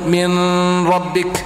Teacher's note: تأتي بالراء في مخرجها مع الغنة من الخيشوم